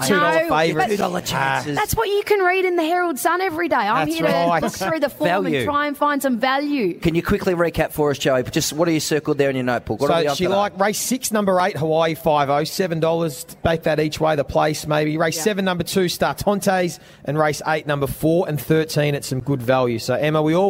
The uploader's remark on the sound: Live from the G for the Grand Final. Today we're live from the Triple MCG in the lead up to the 2022 Toyota AFL Grand Final between Geelong and Sydney.